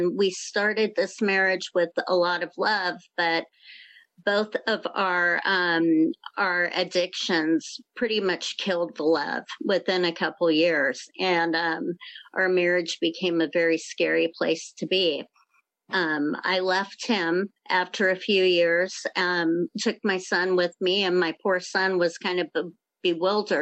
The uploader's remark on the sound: This is a meeting of the North Oakland AA Open speaker meeting held in Oakland California and its one from 2021, during the pandemic so its a zoom this time.